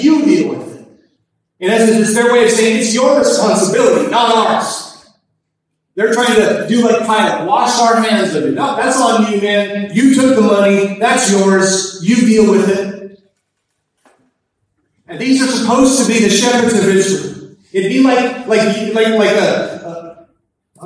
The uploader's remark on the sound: Please pardon our audio quality; there were technical difficulties at the service.